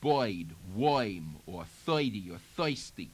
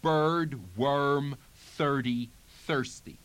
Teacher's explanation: You may have noticed that throughout the tape, I have not been doing the dialect characteristic of taking the medial er, such as in bird and worm, and making that diphthong oi out of it · Shown in: first take